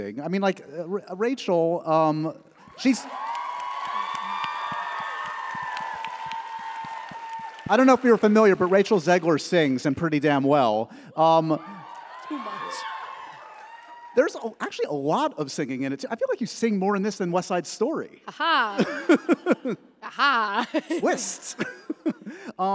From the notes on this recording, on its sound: A LIVE taping and goodbye to their press tour.